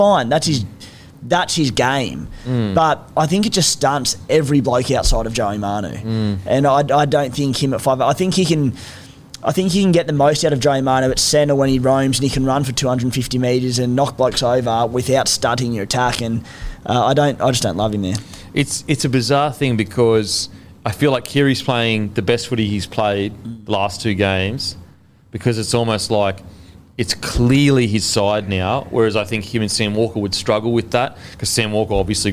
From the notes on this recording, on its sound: in front of our live crowd